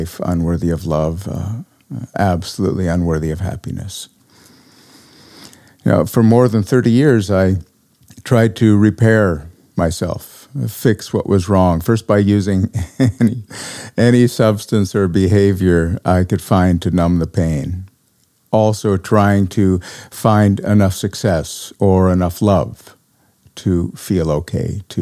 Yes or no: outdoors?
no